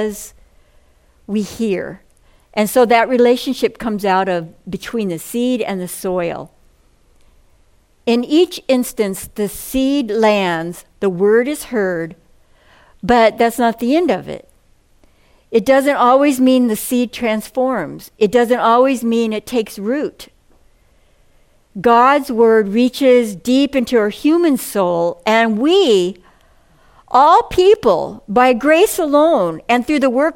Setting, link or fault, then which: setting, large echoing room